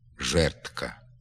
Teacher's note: Не вимовляється «д» тільки в слові «жердка». Воно заміняється звуком «т»